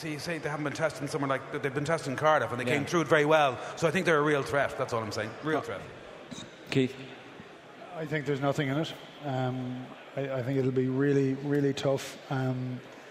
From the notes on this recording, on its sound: Previewing Ireland v England live at The Mansion House.